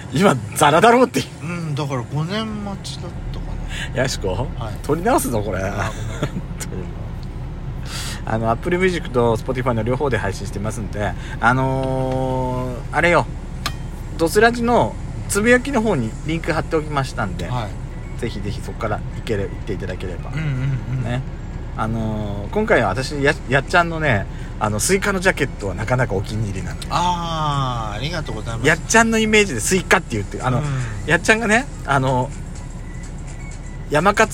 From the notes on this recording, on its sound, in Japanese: ドスドライブ収録 #ロードノイズゴメンね。